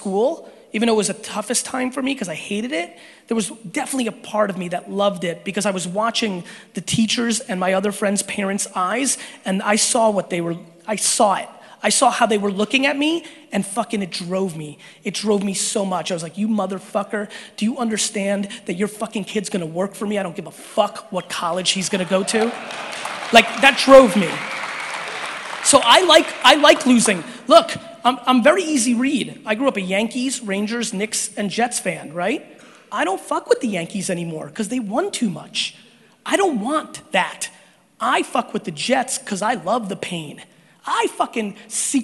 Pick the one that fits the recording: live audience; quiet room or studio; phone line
live audience